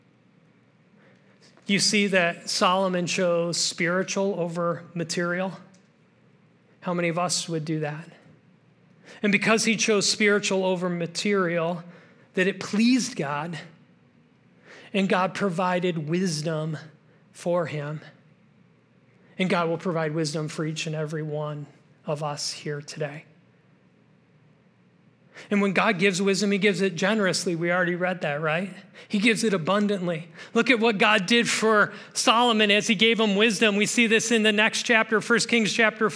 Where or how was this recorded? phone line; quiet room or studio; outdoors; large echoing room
large echoing room